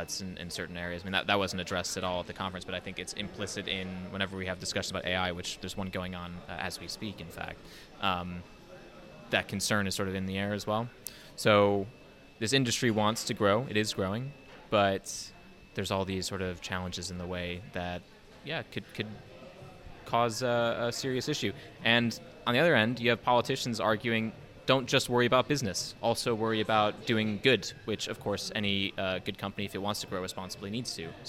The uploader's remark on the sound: Discuss conference highlights from the Queen Elizabeth II Conference Centre in London. Excuse the audio quality being less than perfect amid the hubbub!